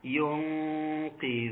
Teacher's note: نون ساكنة أتى بعدها حرف القاف وبالتالي يكون حكمها الإخفاء مع الغنة